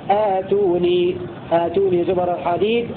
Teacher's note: قرأ باقي القراء بهمزة قطع مفتوحة ممدودة بمقدار حركتين بدءا ووصلا في لفظ ائتوني